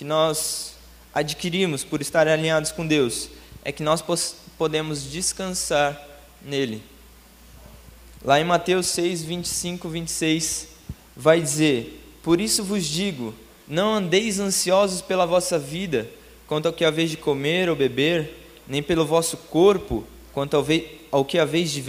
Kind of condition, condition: setting, large echoing room